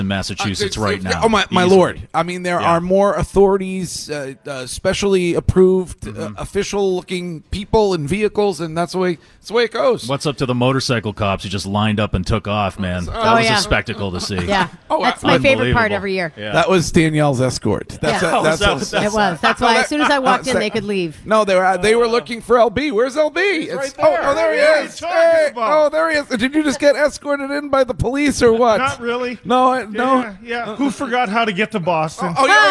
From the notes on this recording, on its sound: Broadcasting live from The Capital Grille. Finds his way to the broadcast location.